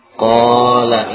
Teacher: Kalau kita tidak membaca panjang qala, maka hilang huruf madnya. · Term: mad asli